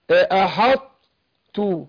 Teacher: نجيب صفة الطاء الاستعلاء والاطباق اللي فيها واروح ناطق التاء. فده إيه مفيش تحقيق للمخرج لكن اللي ثابت من الطاء هنا ايه صفة الاطباق والايه والاستعلاء اللي فيها.